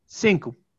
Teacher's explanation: That's because there's underlyingly there is an O, but a lot of times the O will raise to a U. This is mid vowel raising, and it happens with front and back vowels.